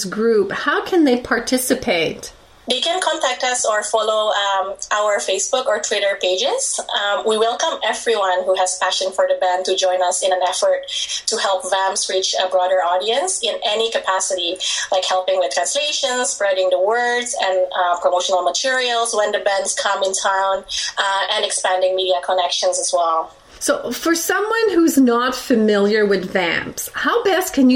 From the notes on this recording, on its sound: via Skype from Vancouver